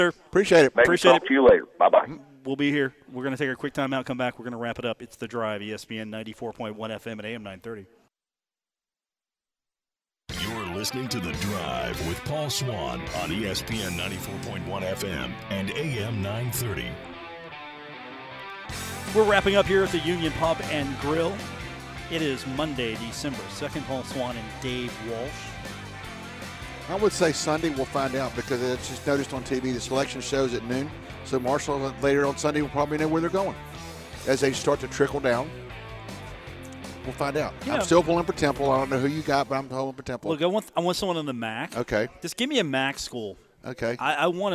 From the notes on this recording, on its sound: broadcast from the Union Pub & Grill at 1125 4th Ave in Huntington for today’s broadcast